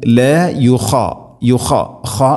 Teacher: خ heavy ലെറ്ററാണ് ഇസ്തിഇലാന്റെ അഥവാ സ്വരഭാരത്തിൽ ഉച്ചരിക്കേണ്ട അക്ഷരമാണ്